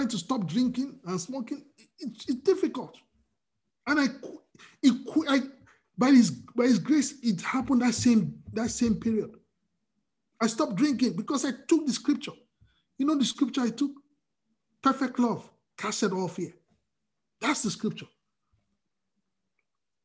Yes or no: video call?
yes